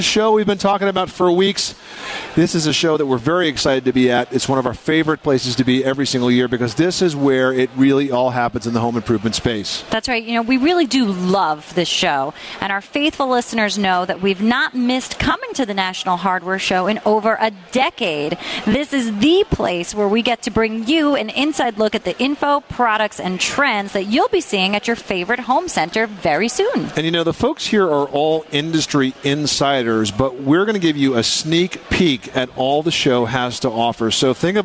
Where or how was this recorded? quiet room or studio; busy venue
busy venue